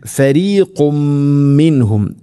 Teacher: കാന ഫരീഖും മിൻഹും, ഫരീഖുൻ ഖുൻ തൻവീൻ ശേഷം മീം, ഇത് ഗംബിഗുന്ന, തൻവീനിനെ മീമിലേക്ക് ഇത് ഗം ചെയ്യണം, മണിച്ചുകൊണ്ട് ഉച്ചരിക്കണം.